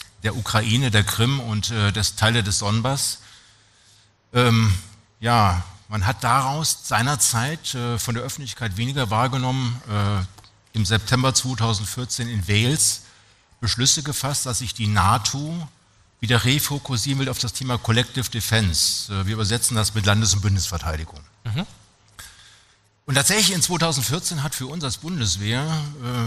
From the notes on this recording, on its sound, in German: Heute senden wir einen BVL Live-Podcast. Auf dem Deutschen Logistik Kongress in Berlin aufgenommen wurde.